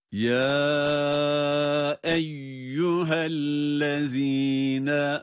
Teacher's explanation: Burada bir meddi munfasıl, yani dört elif miktarına kadar uzatılabilecek bir kural var.